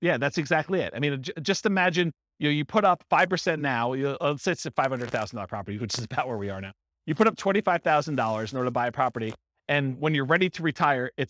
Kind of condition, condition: setting, live audience